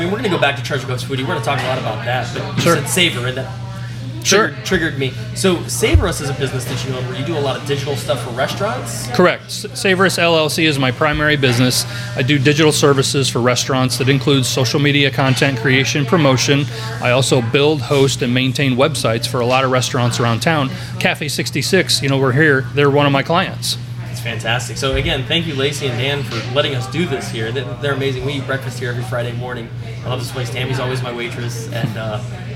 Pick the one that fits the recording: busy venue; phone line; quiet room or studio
busy venue